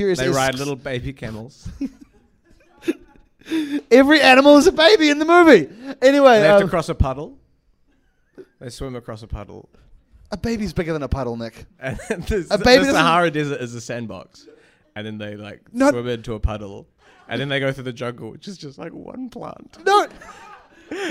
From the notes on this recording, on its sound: In this live episode. With the help of a fan's parents in the audience.